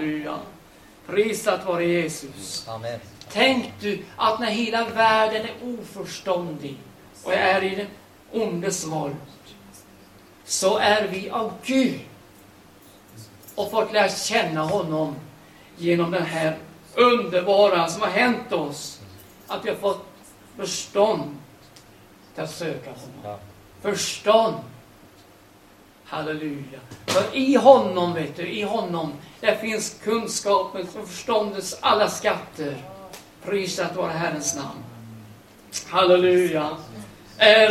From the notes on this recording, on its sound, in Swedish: Liveinspelning